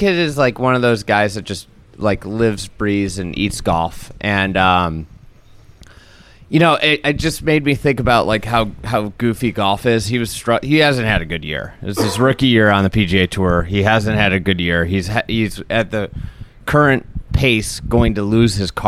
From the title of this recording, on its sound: Friday at the U.S. Open from the Precision Pro House in Boston